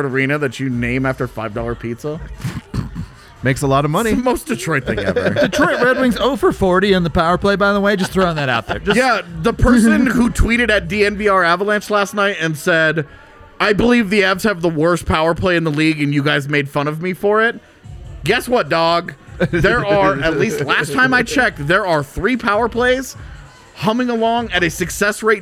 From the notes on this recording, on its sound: LIVE from the DNVR Bar